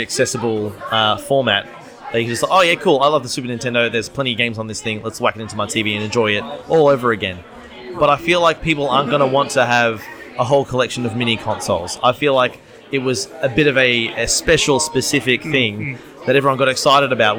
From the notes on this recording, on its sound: Coming at you live from the Go Game Retro Market in Melbourne, surrounded by retro games and nostalgia